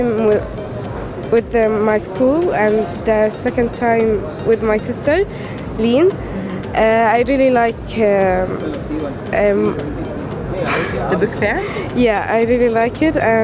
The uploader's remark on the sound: Live from SIBF 2023